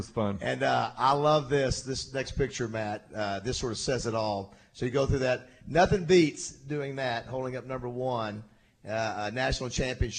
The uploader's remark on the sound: Live from the Little Rock TD Club